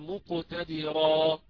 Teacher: إذا وقفت عليها سأبدل أو سأبدل هذا التنوين ألفا، فأقول مقتدرا، را مددتها بمقدار حركتين